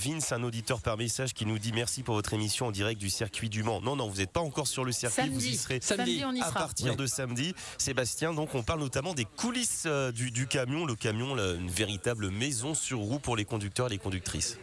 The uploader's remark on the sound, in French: Étaient à l’arrivée de la caravane Renault Trucks, pour une émission en direct d’un distributeur/réparateur, Bayi Trucks, au sud de la ville.